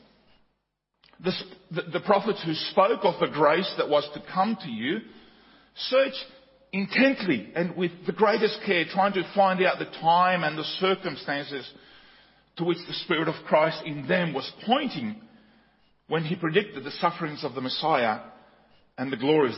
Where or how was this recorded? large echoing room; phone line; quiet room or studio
large echoing room